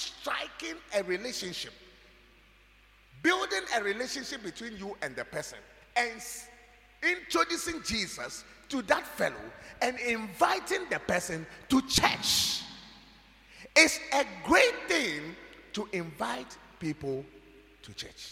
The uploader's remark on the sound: preached at God's Haven Ministries, The Purpose Assembly on Friday 28th April, 2023.